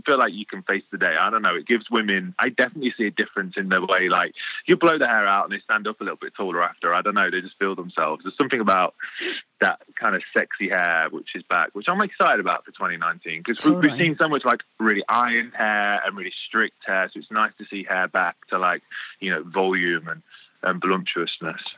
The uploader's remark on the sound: calls